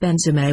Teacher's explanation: But he again replied Benzema with the accent on the last syllable.